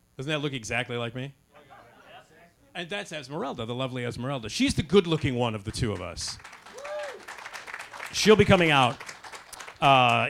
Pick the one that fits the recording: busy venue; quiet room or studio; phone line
busy venue